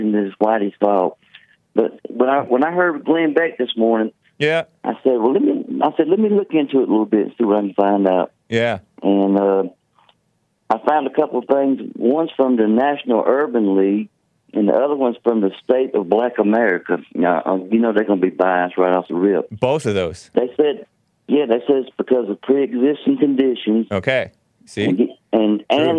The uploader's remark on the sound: His phone’s messed up.